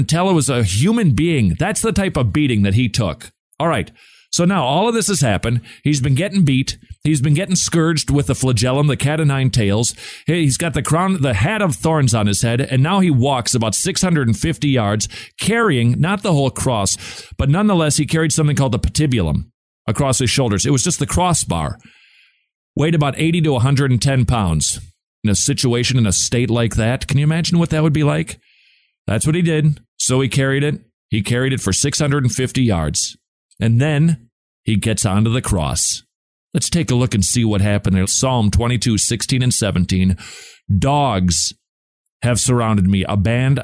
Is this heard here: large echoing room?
no